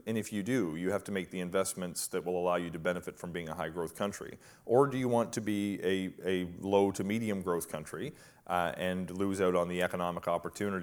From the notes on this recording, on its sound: A live, in-person conversation.